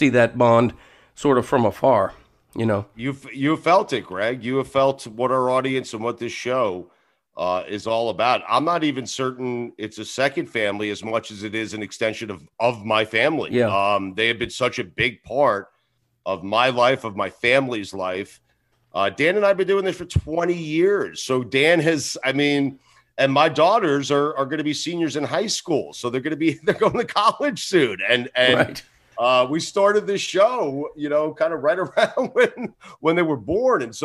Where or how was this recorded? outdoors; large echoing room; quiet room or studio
quiet room or studio